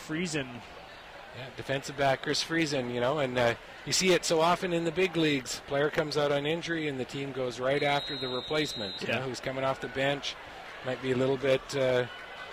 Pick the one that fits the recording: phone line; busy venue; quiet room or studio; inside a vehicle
busy venue